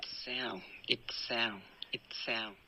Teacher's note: it sound 和 she said she 到底是怎么读的？来听第一个，第一个 it sound it sound itsound，好，这是第一个读音，好，这个非常好，it sound 这个停顿呢非常的干脆，然后你连发的时候也听到一点爆破。Itsound，那 sound 的嘶音也还是很明显